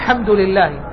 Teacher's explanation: لما يبتدئ الصلاة لا تكاد تسمع أل، كأنك تسمع حمد لله، لا تكاد تسمع، والسبب ضعف البداية عادة يضعف الحرف عند النطق، بينما الهمز حرف شديد، حرف مجهور، حق أن ينطق بوضوح. · Term: ضعف صوت الهمز